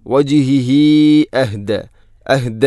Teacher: അല വജിഹി അഹ്ദ ഹുള്ളമീറിന് ശേഷം ഹംസ വന്നാൽ മദ് മുൻഫസ്സിൽ പോലെ നീട്ടണം, നാലോ അഞ്ചോ ഹർക്കത്തിന് തുല്യമായിട്ട്. സുലത്തു തൊവീല.